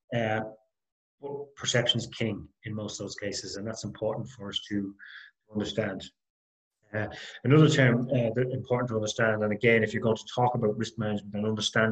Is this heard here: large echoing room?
no